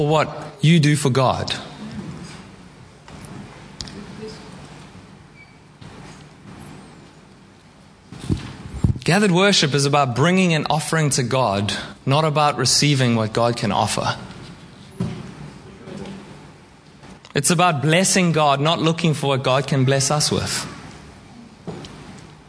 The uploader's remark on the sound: Preached at Horsham Downs on 28/05/2023